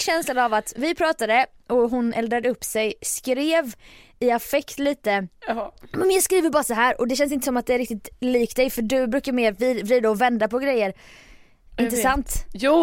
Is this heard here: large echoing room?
no